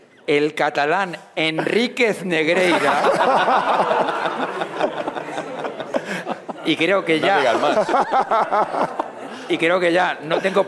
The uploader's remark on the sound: Live from Reale Arena